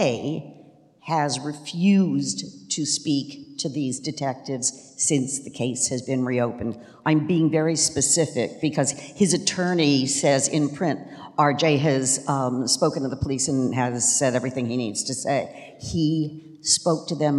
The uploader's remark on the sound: Live at CrimeCon